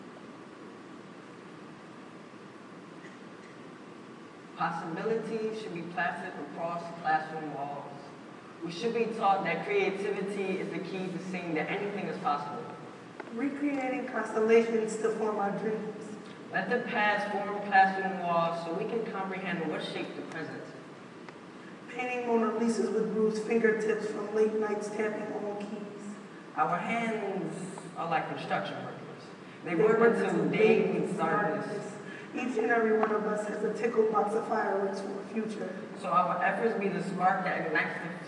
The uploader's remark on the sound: closing keynote at #iste11